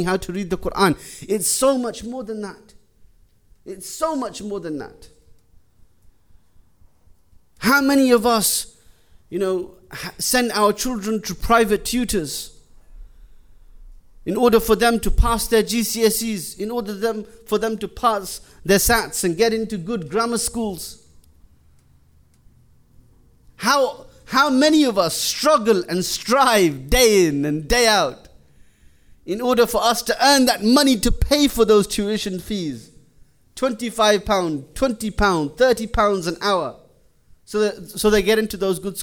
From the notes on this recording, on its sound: Jummah lecture.